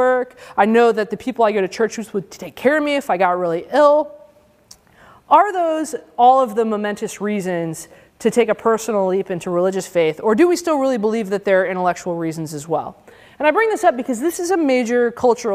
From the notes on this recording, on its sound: Given as part of the day-long conference for high-school students. At the University of Chicago.